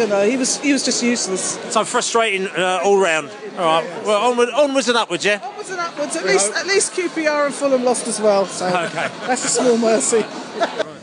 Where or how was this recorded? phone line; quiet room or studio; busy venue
busy venue